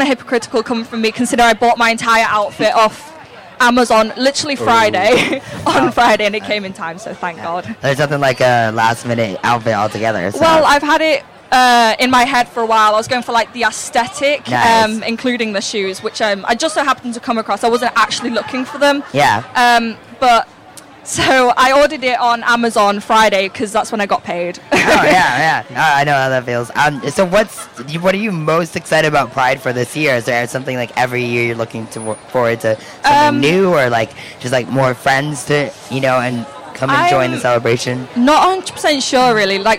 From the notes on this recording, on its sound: live coverage of the Leeds Pride Event